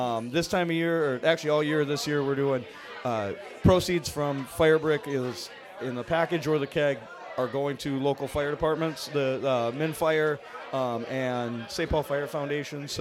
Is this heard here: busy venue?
yes